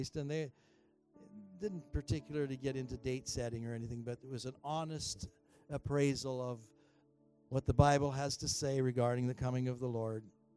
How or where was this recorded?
large echoing room